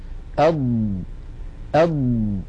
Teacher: هكذا أض ما الذي يحدث داخل الفم الذي يحدث هو أن الضاد مكان اتكائها وضغطها هو هاتين المنطقتين حافة اللسان اليمنى واليسرى ولكن أيضا بقية أطراف اللسان تشارك ولكن لا ليس عليها اتكاء · Term: حرف الضاد